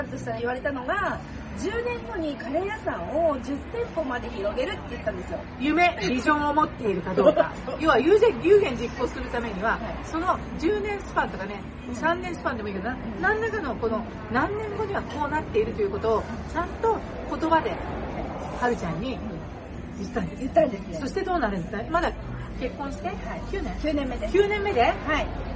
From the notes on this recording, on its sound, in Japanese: 室外での収録のため、聞きずらいところがございます。